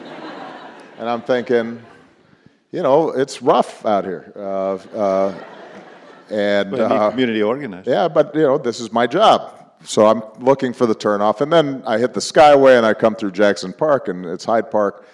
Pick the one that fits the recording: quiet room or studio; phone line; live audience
live audience